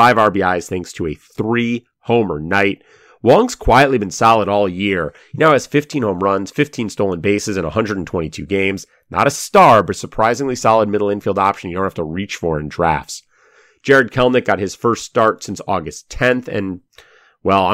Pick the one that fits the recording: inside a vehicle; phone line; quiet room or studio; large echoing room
quiet room or studio